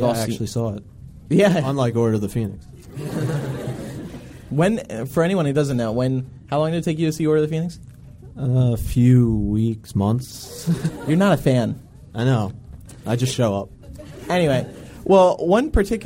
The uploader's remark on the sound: LIVE in New York City! Conducted interviews from the red carpet.